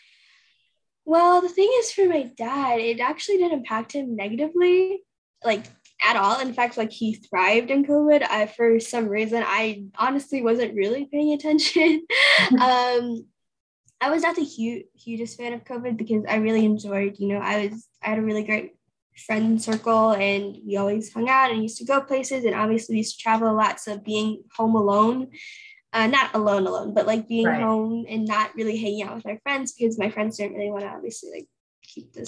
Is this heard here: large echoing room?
no